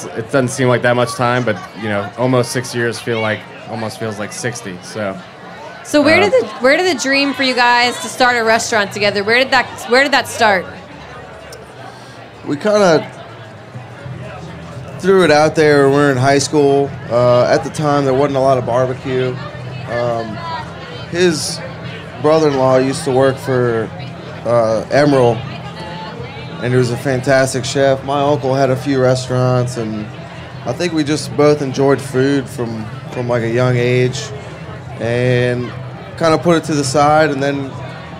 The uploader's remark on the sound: in the HRN teepee at Charleston Wine + Food